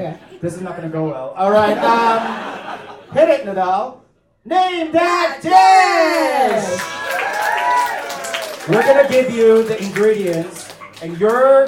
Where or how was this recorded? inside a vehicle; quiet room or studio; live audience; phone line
live audience